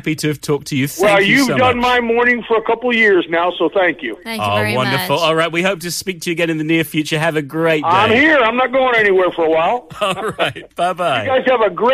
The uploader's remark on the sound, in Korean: 청취자 전화연결